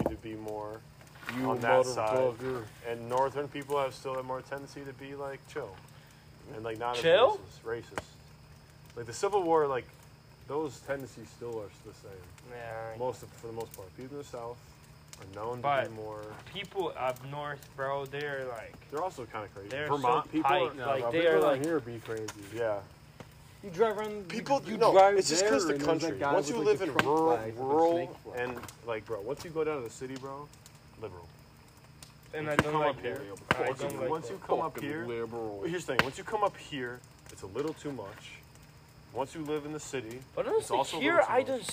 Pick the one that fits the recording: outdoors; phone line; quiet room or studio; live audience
outdoors